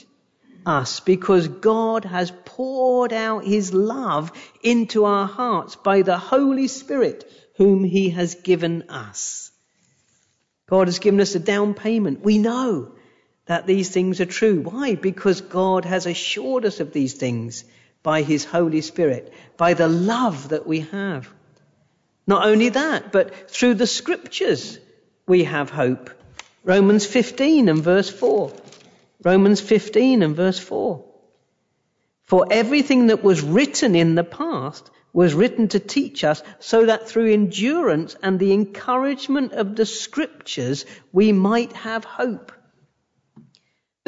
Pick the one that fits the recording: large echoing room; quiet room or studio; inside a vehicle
large echoing room